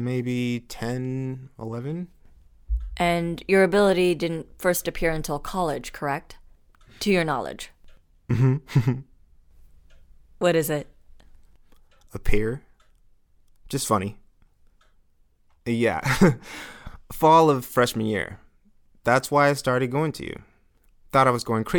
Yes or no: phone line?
no